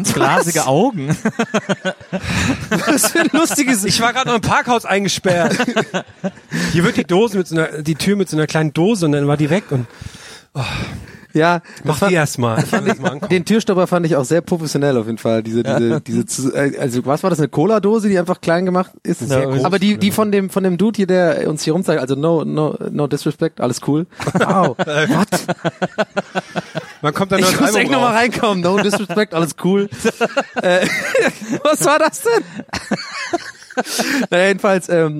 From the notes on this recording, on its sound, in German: Live von einem Bielefelder Campingplatz. In Bielefeld.